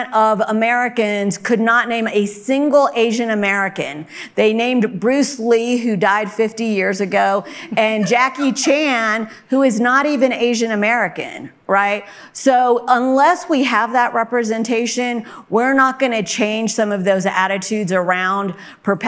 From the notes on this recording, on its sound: In this panel at the 2022 Aspen Ideas Festival